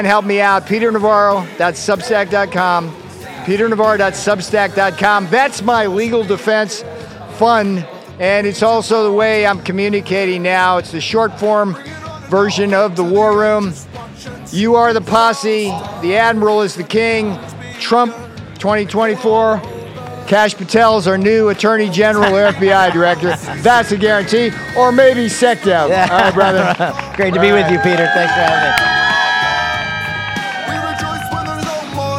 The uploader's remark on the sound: Live From ReAwaken America Tour.